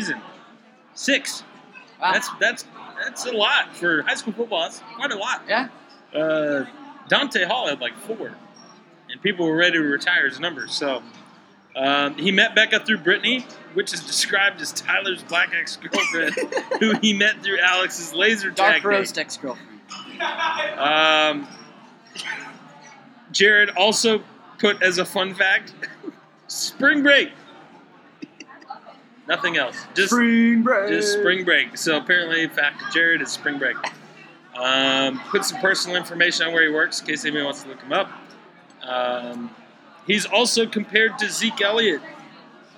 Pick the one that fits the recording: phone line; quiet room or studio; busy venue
busy venue